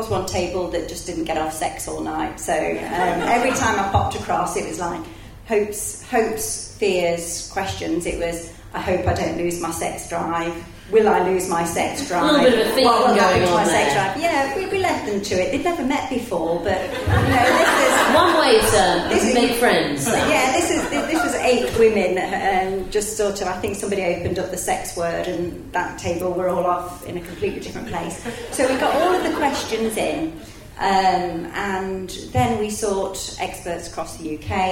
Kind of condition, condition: setting, live audience